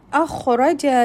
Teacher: the kha will be heavy tafkheem and with rakhawa, continuity of sound